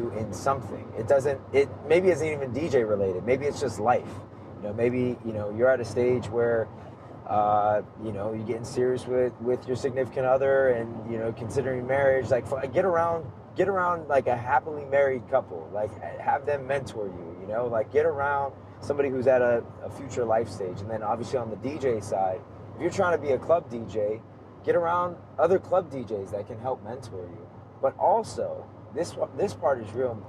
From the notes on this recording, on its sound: Recorded on the go as we hit the road. In this high-energy, car-recorded conversation.